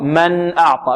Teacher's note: نخرج النون بغير غنة زائدة، بغنة غير زائدة، بغنة غير زائدة. · Term: النون مظهرة